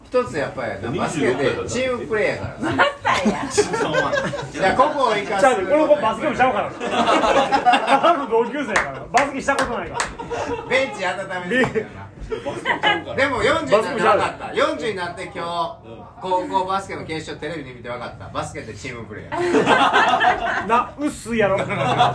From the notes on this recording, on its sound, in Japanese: 高校時代のバスケ部忘年会の模様垂れ流し。おっさんの酔っ払いの会話です。そのままの様子が1番面白いかなと思い、録音中は敢えてわたくしもほぼ登場しませんし。